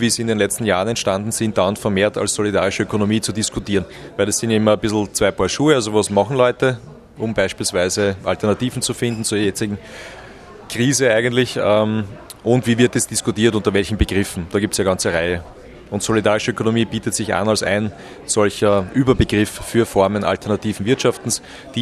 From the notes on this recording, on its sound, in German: Die Sendung wurde im Café Weitzer in Graz aufgezeichnet